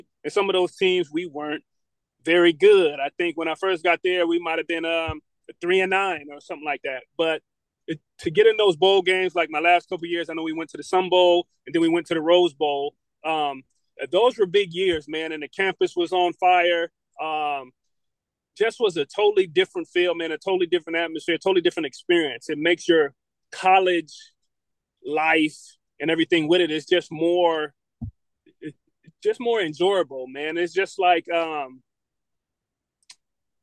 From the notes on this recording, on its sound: Recording from a car as he picks up his kids.